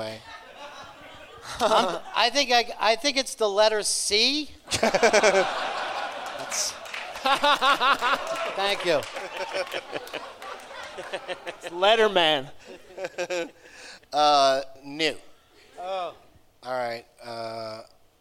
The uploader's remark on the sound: Live from the Gramercy Theatre in New York City